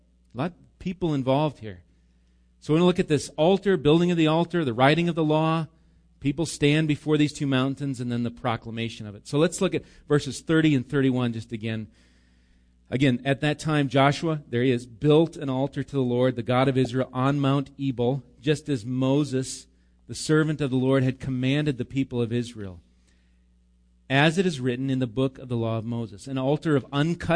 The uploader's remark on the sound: Recorded live at Bethany Bible Church.